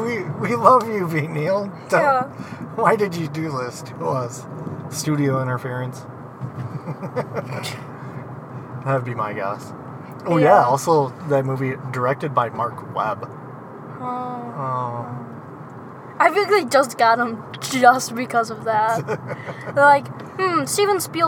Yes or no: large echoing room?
no